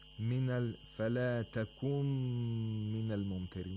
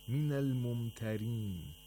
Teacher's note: We have nasalized the mim, which has become مشدد، for two vowel counts. · Term: idgham al-ghunna